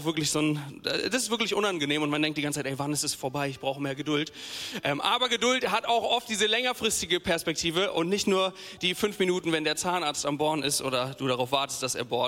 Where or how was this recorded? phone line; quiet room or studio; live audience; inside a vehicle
live audience